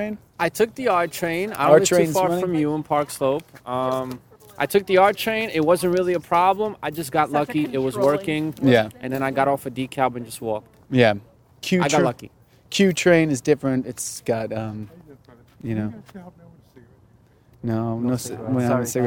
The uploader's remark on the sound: recorded at Putnam's Pub and Cooker at 419 Myrtle Ave Brooklyn, New York.